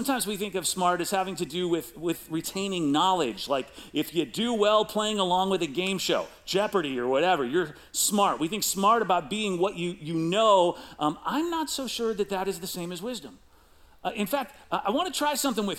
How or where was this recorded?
large echoing room